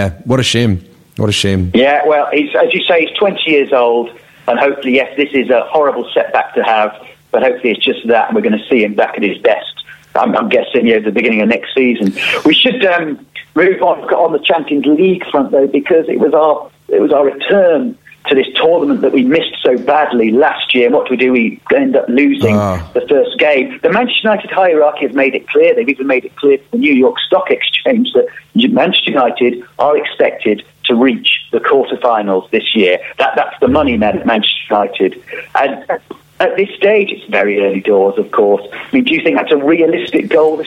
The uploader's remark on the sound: telephone host